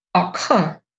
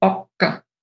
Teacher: Ganz grob, also in Vorarlberg sagt man Acker. Und im Rest Österreichs wird dieses A aber als O ausgesprochen. · Shown in: second take